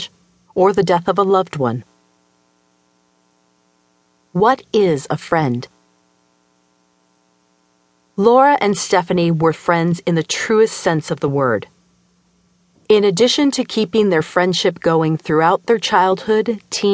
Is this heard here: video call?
no